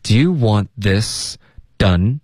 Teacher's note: done 结尾舌尖要顶上颚，千万不要用一个 on 的音 · want 这个 N 的音咬舌尖，然后尽量导致一个干脆的停顿，别发成 one · Term: 咬舌尖的 N